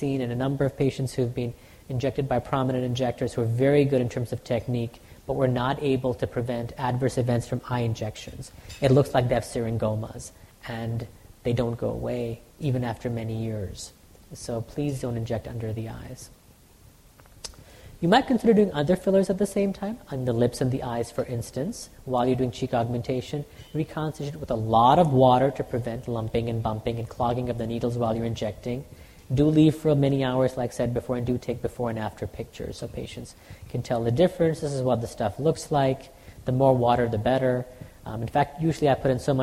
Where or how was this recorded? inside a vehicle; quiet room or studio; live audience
live audience